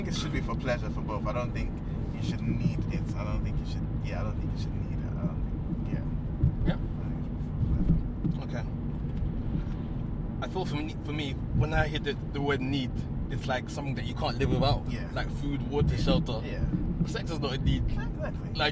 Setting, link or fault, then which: setting, inside a vehicle